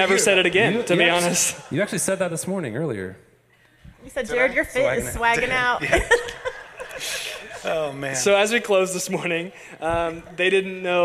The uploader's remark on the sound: LIVE ON STAGE. This week we did our podcast live for our church family!